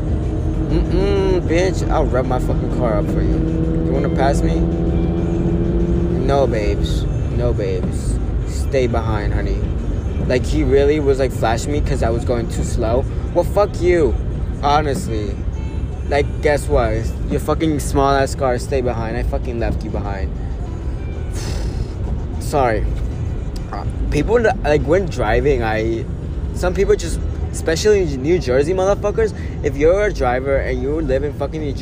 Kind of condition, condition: fault, background noise